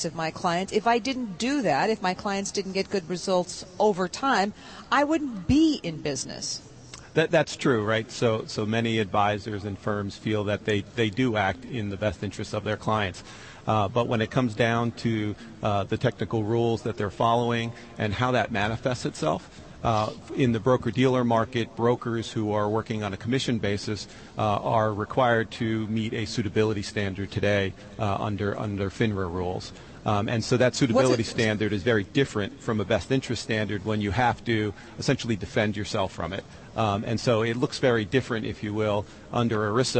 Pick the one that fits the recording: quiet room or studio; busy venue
busy venue